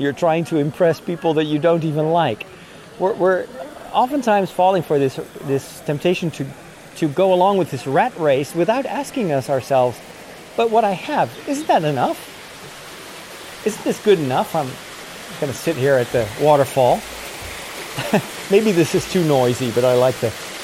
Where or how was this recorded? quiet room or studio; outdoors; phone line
outdoors